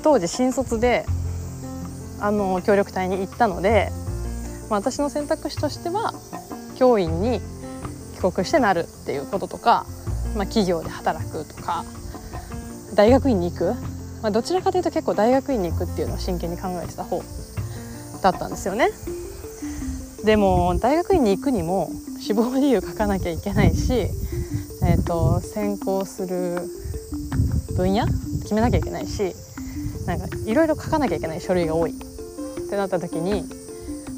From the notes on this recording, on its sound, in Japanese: 川沿いを歩きながら。今日は、散歩をしながらの収録回。